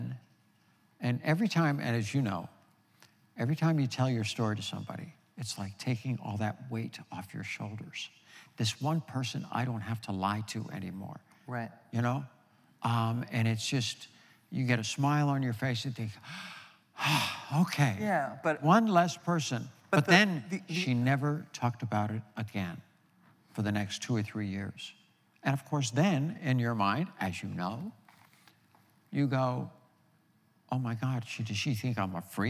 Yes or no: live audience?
yes